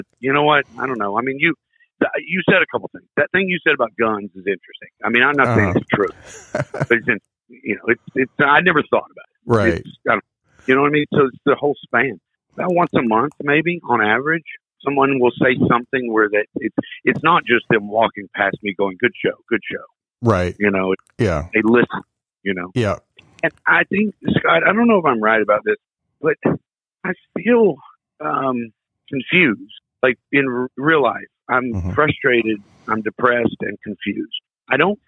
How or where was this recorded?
phone line